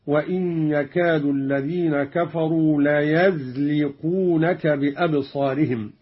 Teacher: قرأ قالون بفتح الياء من ليزلقونك